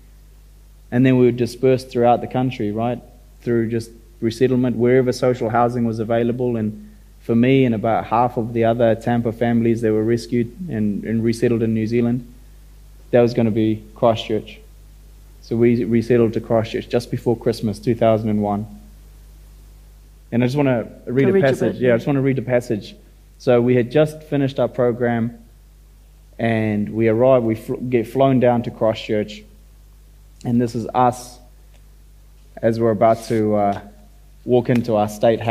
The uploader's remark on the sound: the opening event of the 2022 Marlborough Book Festival